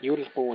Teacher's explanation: تحقيق اللام قبل تفخيم القاف. يلقون أقلامهم، القلقلة مع تفخيم القاف ثم تحقيق اللام.